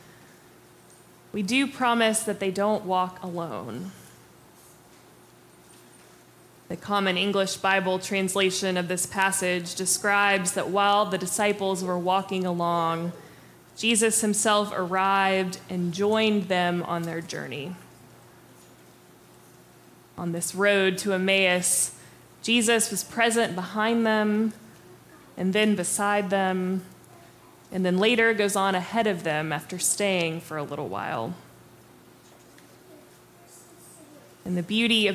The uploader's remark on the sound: Preached on April 23, 2023 for our MorningSong Worship Service.